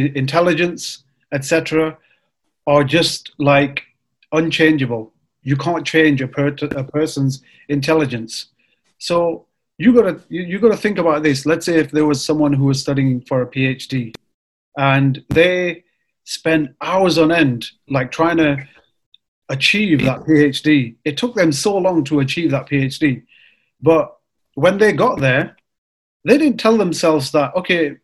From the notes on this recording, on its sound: It was recorded live via zoom for the newly launched brothers show.